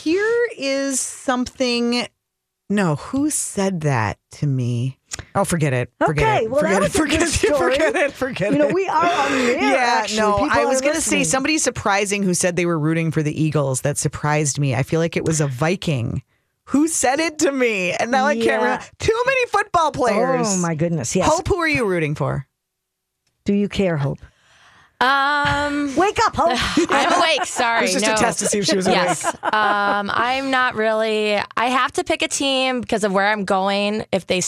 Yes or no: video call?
no